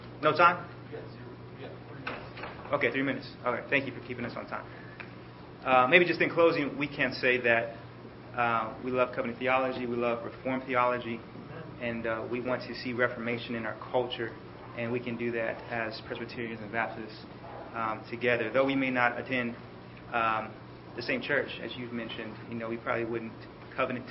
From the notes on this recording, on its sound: The debate took place at the 2012 Semper Reformanda Conference at Grace Family Baptist Church.